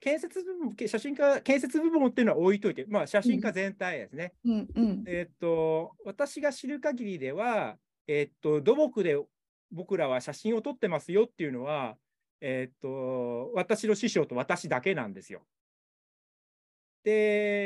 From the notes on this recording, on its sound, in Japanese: 収録場所： オンライン (Zoom)